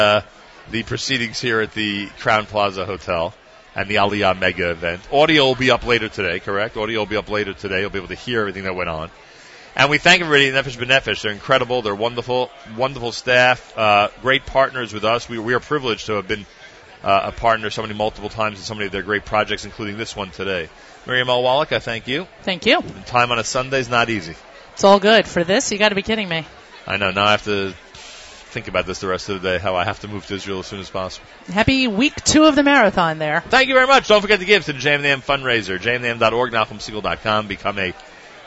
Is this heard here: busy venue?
yes